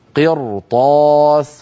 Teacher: كذلك الأمر في المثال الثاني، ولو نزلنا عليهم كتابا في قرطاس قرطاس، هنا الراء نطقتها مفخمة. لما؟ لأنها ساكنة كما نرى، وقبلها مكسور وهو القاف، وبعدها حرف استعلاء غير مكسور وهو الطاء